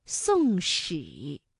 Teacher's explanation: 比如说像《宋史》，它的声母呢，分别是思和诗，这是平舌音和卷舌音之间的连读。